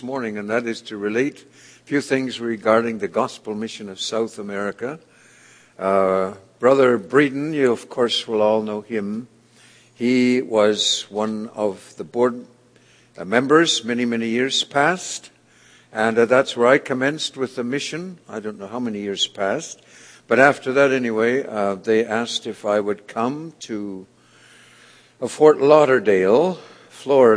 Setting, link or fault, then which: setting, large echoing room